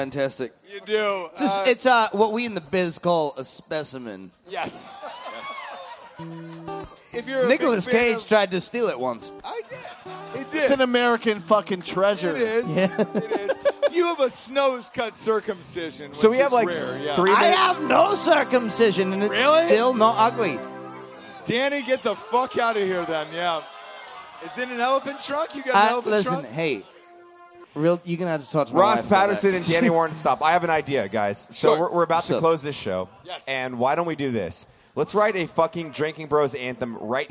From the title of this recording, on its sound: Live From The Drinkin' Bros Cruise Night #2!